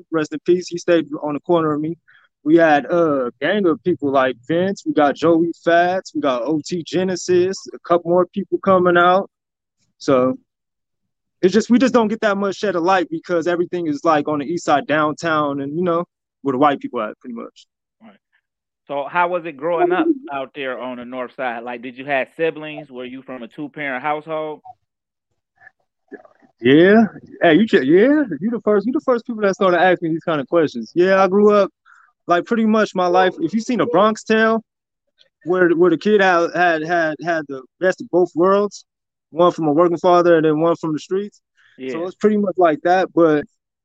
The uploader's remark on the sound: EPISODES RECORDED OVER STREAM YARD MAY HAVE SOME AUDIO DIFFICULTIES